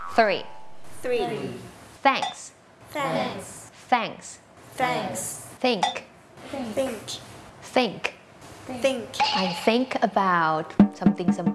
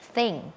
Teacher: เสียงแรกค่ะเป็นเสียงแบบ unvoicedคือออกมาแค่ลมเราเอาลิ้นเนี่ยมาวางตรงกลางระหว่างฟันบนกับฟันล่าง